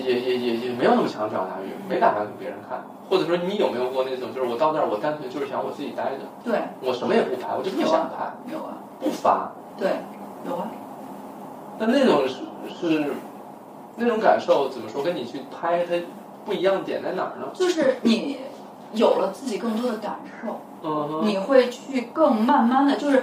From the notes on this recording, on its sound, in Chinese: 声音录制有些问题，我录制的那个版本因为衣服摩擦麦克风会有杂音。录视频的音频拿出来仍然有杂音。